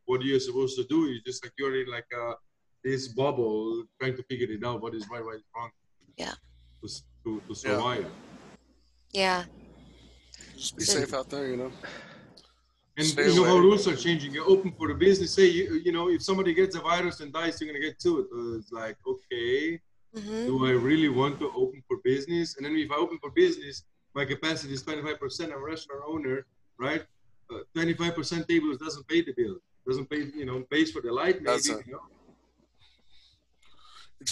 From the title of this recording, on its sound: Zoom Happy Hour Friday Special